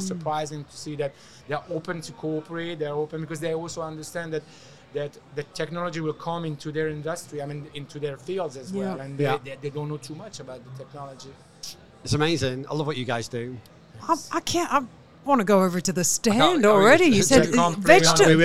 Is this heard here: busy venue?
yes